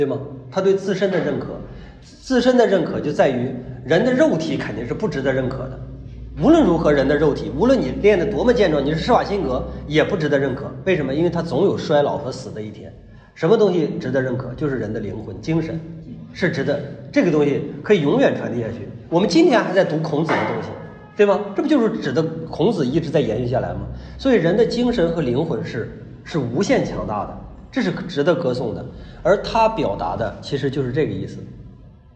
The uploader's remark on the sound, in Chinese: 讲座录音。现场讲座的形式势必比制作的音频要拖沓，但是为了保持收听的流畅性，我没有对录音进行紧凑性的剪辑。